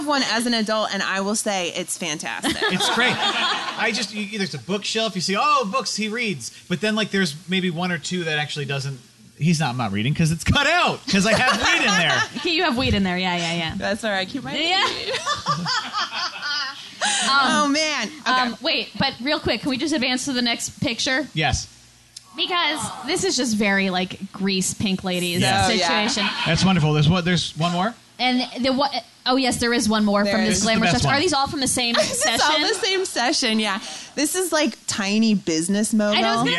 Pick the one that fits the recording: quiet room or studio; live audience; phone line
live audience